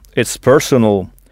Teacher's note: Il faut bien frapper la première syllabe, personal.